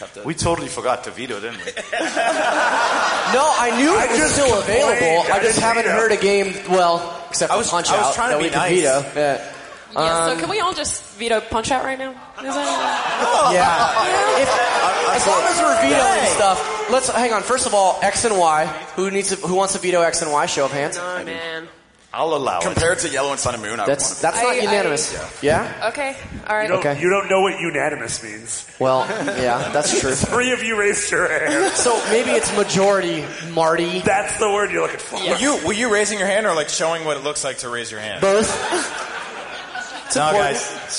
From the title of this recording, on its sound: Live at PAX